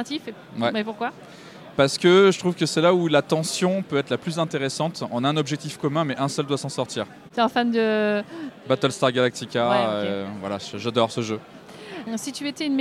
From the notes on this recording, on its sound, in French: Rencontre lors du Festival international des jeux de Cannes sur le stand d 'Intrafin